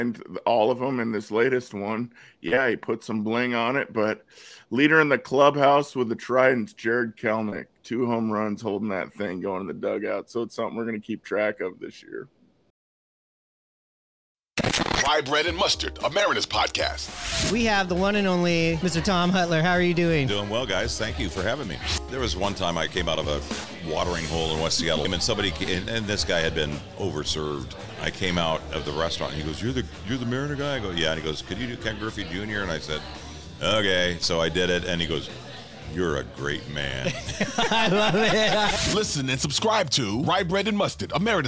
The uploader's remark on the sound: Live from Pioneer Tacos & Tequila!